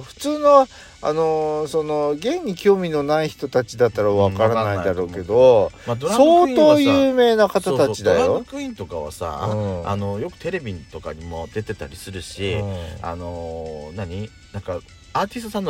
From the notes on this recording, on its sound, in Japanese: パーキング収録